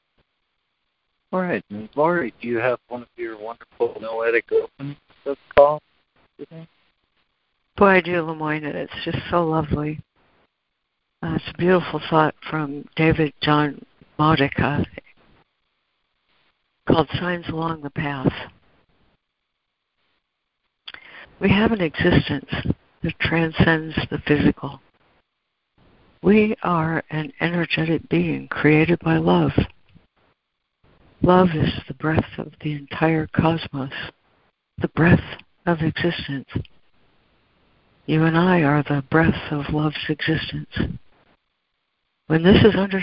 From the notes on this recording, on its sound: ACIM Daily Conference Call